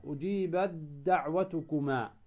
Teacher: تدغم التاء في الدال